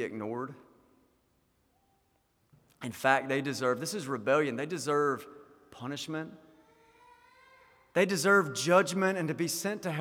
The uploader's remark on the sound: Sermon delivered at the GCC Christmas Hymn Sing 2023.